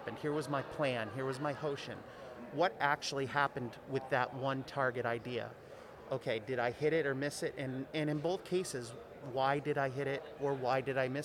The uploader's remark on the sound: Recorded LIVE from the GBMP Northeast Lean Conference! Recorded LIVE from the GBMP Northeast Lean Conference!